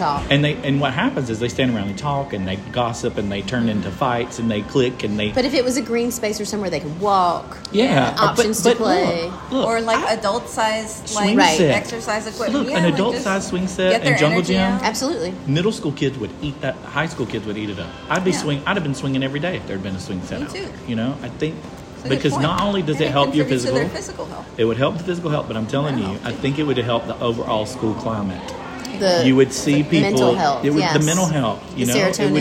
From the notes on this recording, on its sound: We met for coffee and decided to record a podcast while having our warm beverage.